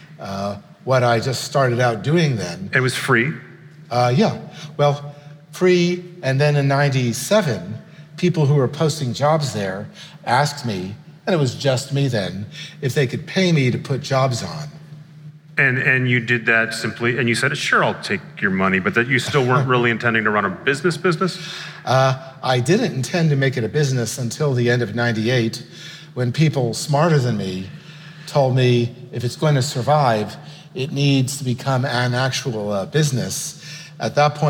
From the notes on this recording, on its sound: on stage in Brooklyn